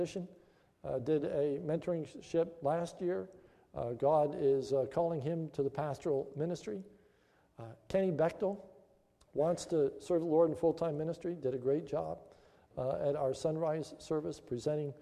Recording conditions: large echoing room